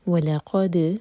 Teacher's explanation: لام لائٹ قاف ہیوی اور دال پر قلقلہ